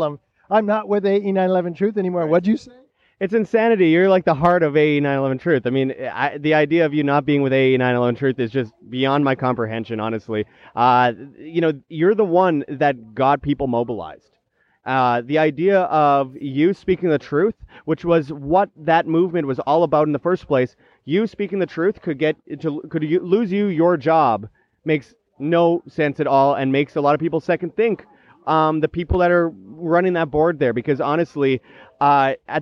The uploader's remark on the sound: At Anarchapulco. At the Anarchapulco event.